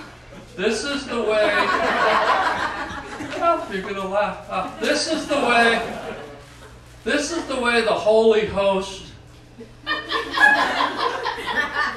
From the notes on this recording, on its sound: LIVE STAND UP to a religious group